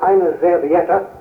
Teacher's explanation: In Germany, it is eine Serviette, and a Z sound replaces the S.